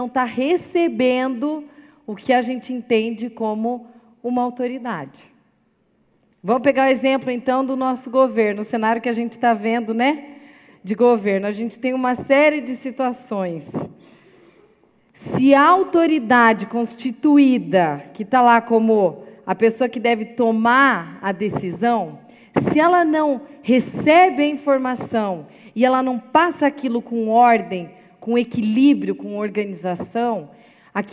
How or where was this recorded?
large echoing room